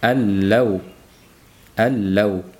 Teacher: mana allau nunning ustida sukun yo'q laning ustida tashdid bor demak nun na makhraji va na sifati talaffuz qilinadi balki to'laligicha l ga aylanib ketadi · Term: komil idg'om